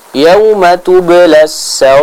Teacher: di akhir ayat jangan lupa huruf ro-nya dibaca dengan tipis ya